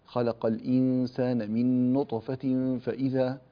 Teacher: القاف قلقلة كبرى، وكذلك قلقلة صغرى في كلمة نطفة